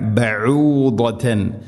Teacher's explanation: ഐനിൻ്റെ ഉച്ചാരണം തൊണ്ടയുടെ മധ്യഭാഗമാണ്, ശ്രദ്ധിക്കണം.